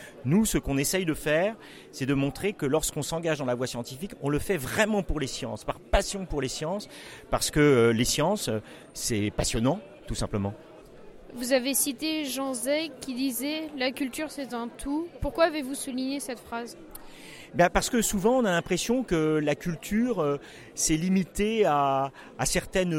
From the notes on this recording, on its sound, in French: Emission du 28 mai, en direct des rencontres Ecolysciences 2015.